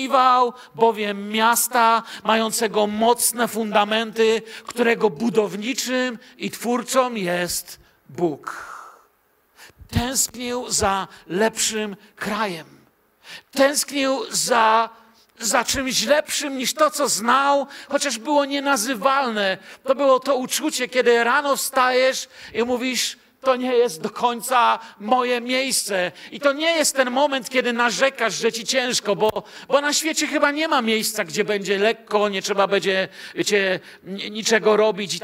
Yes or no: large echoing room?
yes